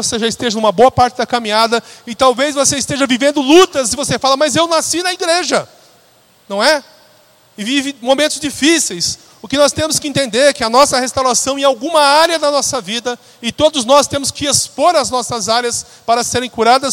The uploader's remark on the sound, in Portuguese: Na Celebração da Família da noite do dia 12 de Janeiro.